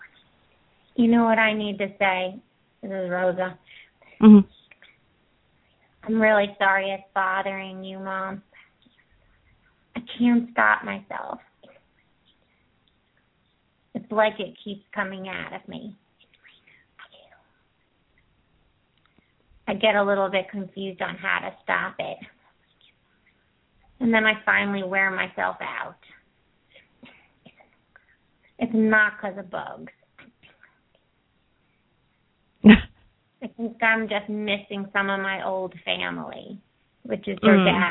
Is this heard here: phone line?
yes